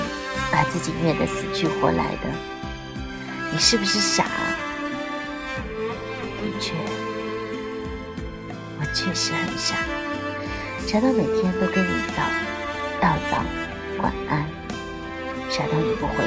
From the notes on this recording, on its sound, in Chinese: 本期手机录制，声音有些低了